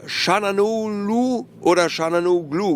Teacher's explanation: Meistens wird das G auch nicht mitgesprochen